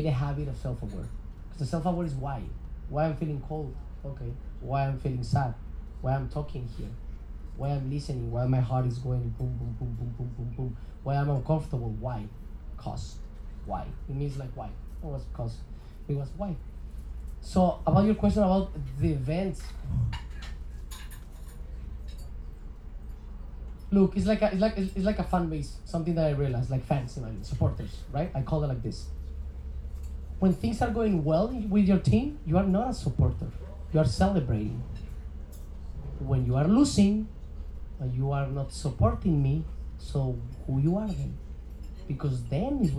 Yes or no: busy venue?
yes